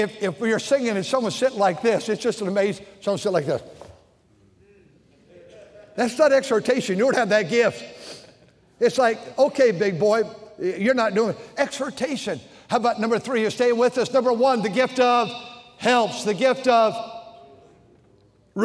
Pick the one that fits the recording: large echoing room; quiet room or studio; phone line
large echoing room